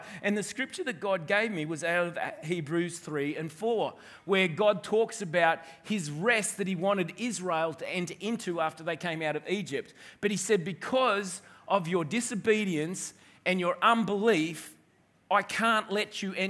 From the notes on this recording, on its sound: This message was recorded on 03/01/2021 during the 11am service.